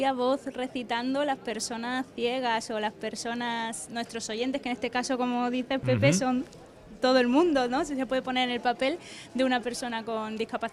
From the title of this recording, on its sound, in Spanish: Programa en directo desde el patio de la Diputación de Sevilla